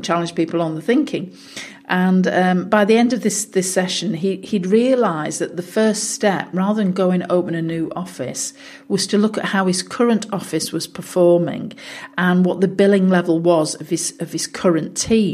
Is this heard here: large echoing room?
no